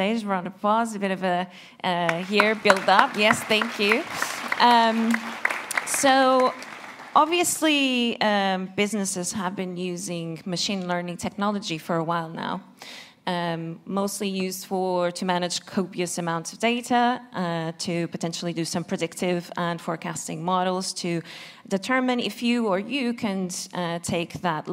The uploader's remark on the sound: Recorded at Productized Conference 2023. Roundtable discussion.